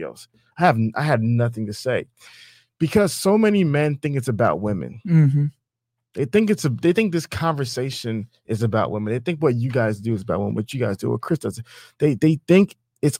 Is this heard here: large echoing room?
no